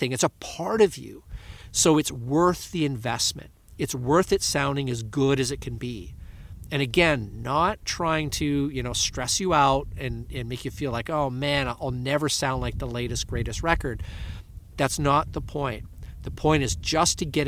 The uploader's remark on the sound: Today, I got this crafty idea to come out and go on a windy day here in the Sea of Cortez and have the wind blowing into my microphone to give you an example of bad production.